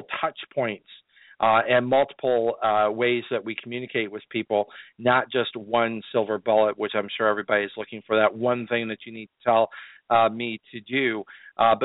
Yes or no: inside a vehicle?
no